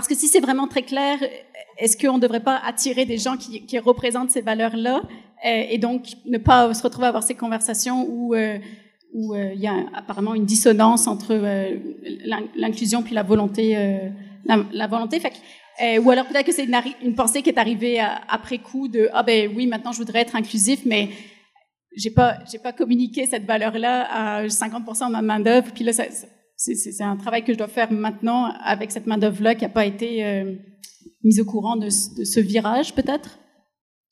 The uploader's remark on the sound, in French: Live devant public. Enregistré en «live» devant public de notre évènement de la semaine dernière à Québec.